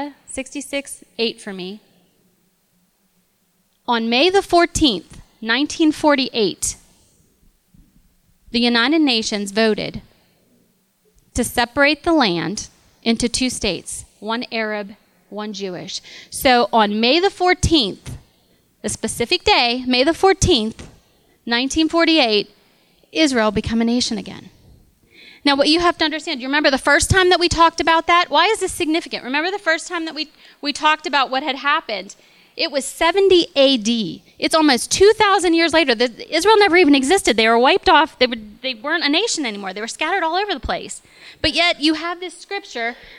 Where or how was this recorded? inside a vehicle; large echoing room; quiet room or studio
large echoing room